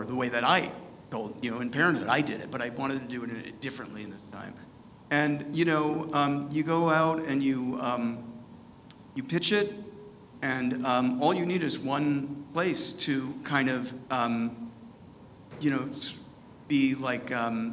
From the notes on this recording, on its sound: This conversation was originally recorded at ATX TV Festival Season 11 (June 2-5, 2022).